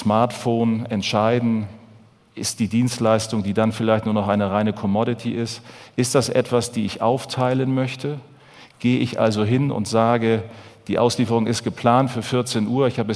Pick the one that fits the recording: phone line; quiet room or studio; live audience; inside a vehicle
live audience